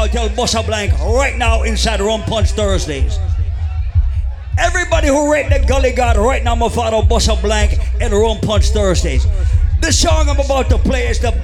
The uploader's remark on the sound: Live audio recording of my segment at Rum Punch Thursdays in Hartford, CT on March 23rd